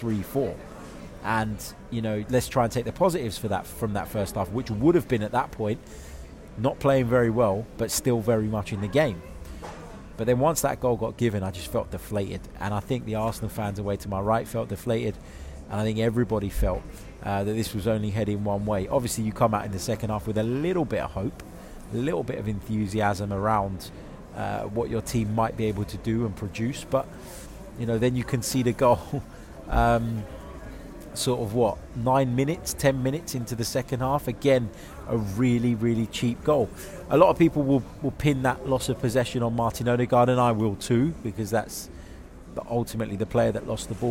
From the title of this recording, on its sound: Instant Reaction from the Etihad!